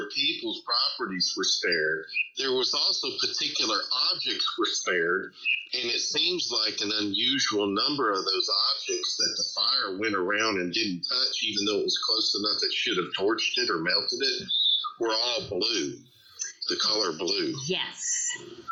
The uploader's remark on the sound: Did my best on the sound sorry it is still a lot of noise. My limited ability is not up to snuff.